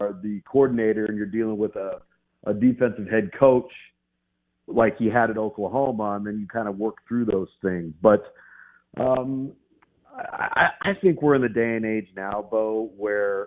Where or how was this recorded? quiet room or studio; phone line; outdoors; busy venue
phone line